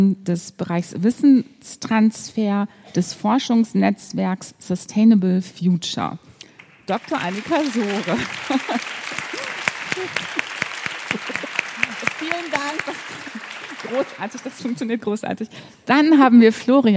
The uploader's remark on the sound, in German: Podiumsdiskussion Jahrestagung Netzwerk Wissenschaftsmanagement. September 2023 aufgenommen. An die Firma Kranz Live für die Unterstützung bei der Aufnahme.